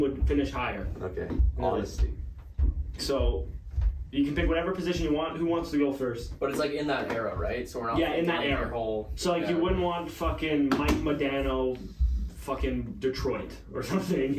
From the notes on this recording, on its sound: SORRY FOR AUDIO PROBLEMS. We are so sorry for the audio problems in this ep!